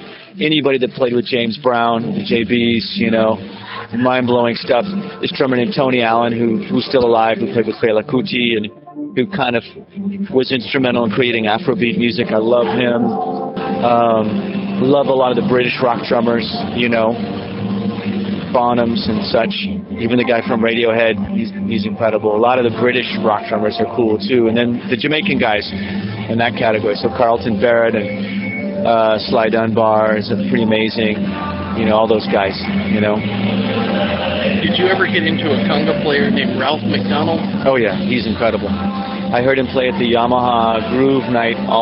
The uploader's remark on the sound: This interview was recorded backstage in Atlanta, Georgia at the famed Lakewood Amphitheatre.